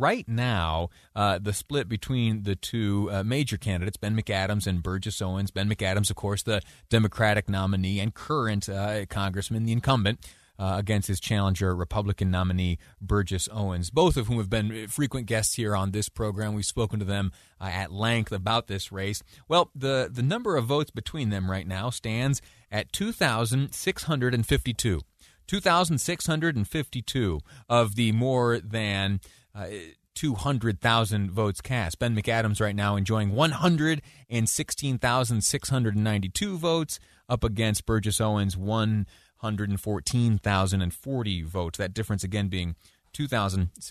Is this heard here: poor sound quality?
no